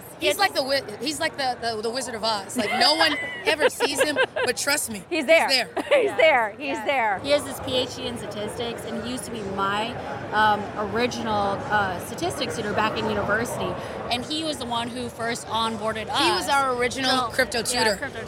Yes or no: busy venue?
yes